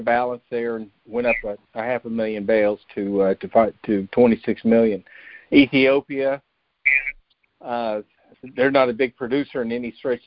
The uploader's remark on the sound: Monthly Conference Call On Cotton.